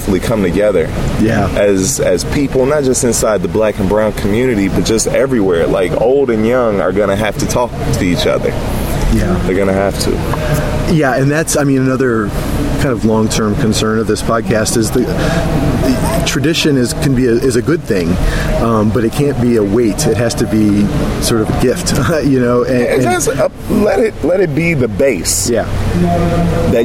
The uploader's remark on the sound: At the 2016 Wild Goose Festival in Hot Springs, NC